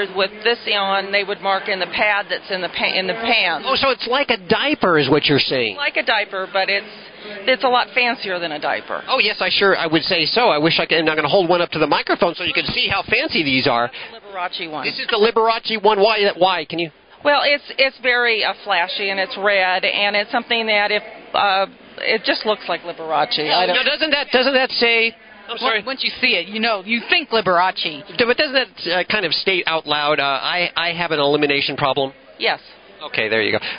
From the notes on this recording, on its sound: Animal Radio is LIVE from SuperZoo in Las Vegas.